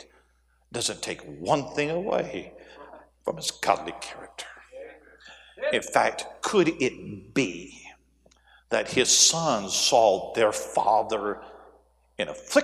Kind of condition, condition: setting, large echoing room